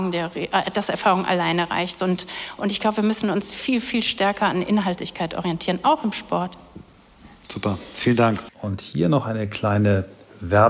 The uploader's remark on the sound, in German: heute live von der Work Awesome